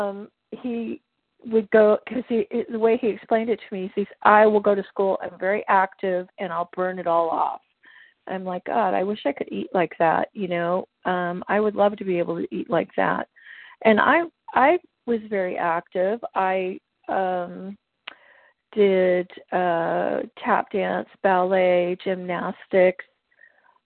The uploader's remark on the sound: Qualification from the 100 Pounders Phone Meeting.